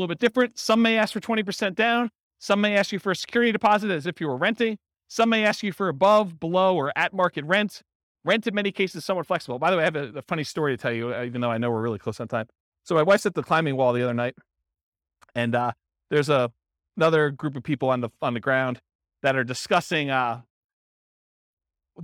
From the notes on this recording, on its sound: This was a live class recorded